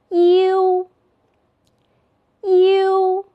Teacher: 要先发一的音，逐渐过渡到 u，在这里要注意，它要比单韵母 u 的口型开一些